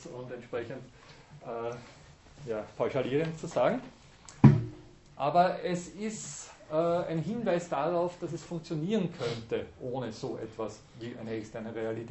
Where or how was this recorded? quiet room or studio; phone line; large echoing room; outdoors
large echoing room